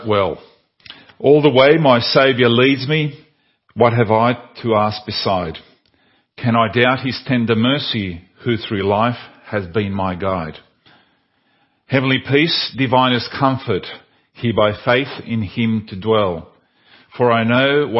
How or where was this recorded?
large echoing room